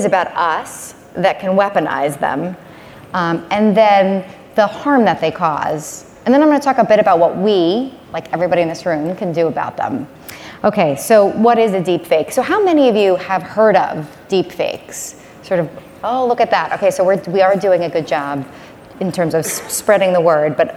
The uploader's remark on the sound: spoke at the Page Annual Conference